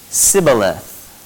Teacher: they are unable to pronounce the SH sound, shibboleth. Instead, they say sibboleth